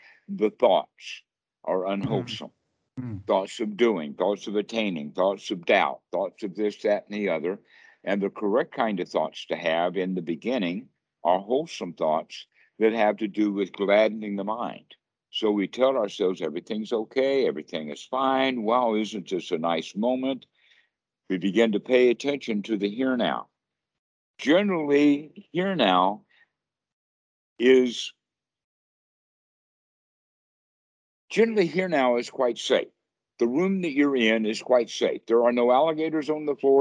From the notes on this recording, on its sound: Skype calls on this channel.